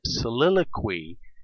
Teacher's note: The QUY combination, as in soliloquy, is rare, but it makes a KW long E sound.